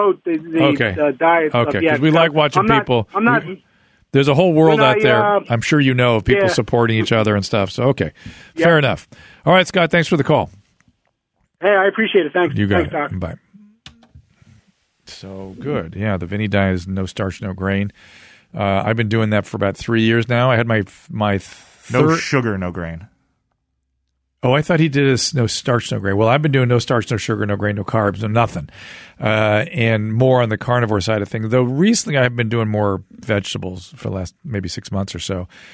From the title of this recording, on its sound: Listener Phone Calls